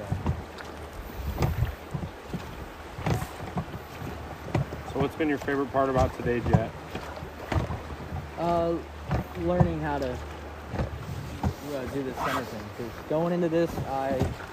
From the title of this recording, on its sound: LIVE on the River!